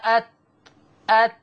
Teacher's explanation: خبط في اصول الثنايا العليا، هو ده مخرج التاء. ظهر طرف اللسان مع اصول الثنايا العليا.